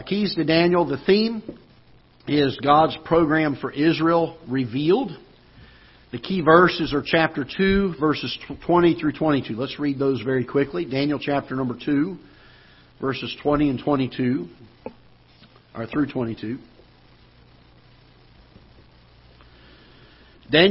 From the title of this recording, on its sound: Ketha Heights Baptist Church ~ Live Broadcast